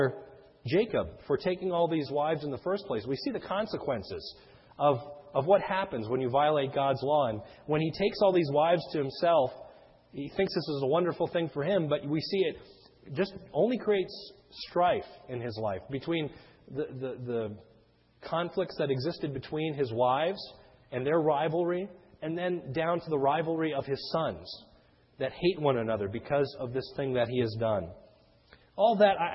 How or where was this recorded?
large echoing room